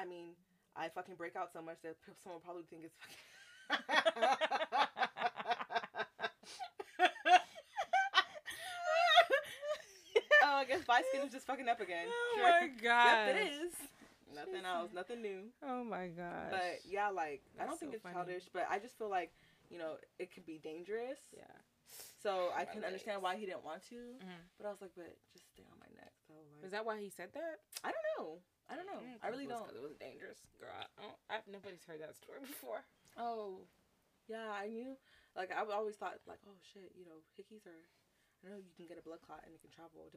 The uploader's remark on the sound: We apologize for the low sound on this episode we are still trying to get used to the mics.